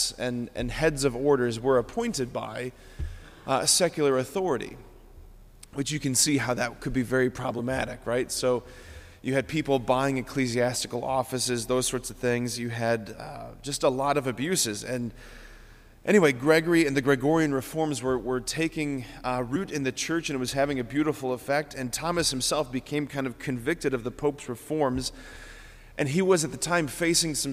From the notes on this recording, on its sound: this homily on December 29, 2023 at Sacred Heart of Jesus Catholic Church in Wadsworth, OH.